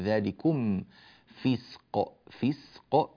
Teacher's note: بعض الناس يقرأها ذلكم فسق، لا ما فيش إخفاء هنا، ذلكم فسق، الميم مظهرة والدليل على ذلك السكون الذي نراه على هذه الميم، ذلكم فسق، فسق نبين السين ونعطيها زمنها ثم نأتي بالقاف مقلقلة